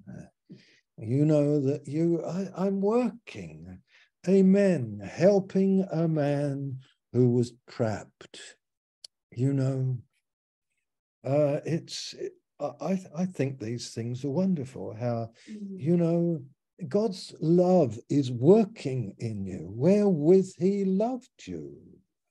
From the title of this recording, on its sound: Malaysia Meets (Zoom)